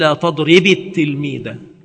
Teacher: لذلك قلت لا تضرب التلميذ عندما تأتي بالجملة معا فتقول لا تضرب التلميذ فكسرت الباء وهي مجزومة ساكنة